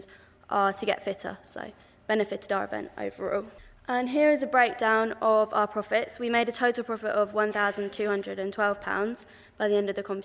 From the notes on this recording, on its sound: The Awards event was held at the Weston Auditorium of the University of Hertfordshire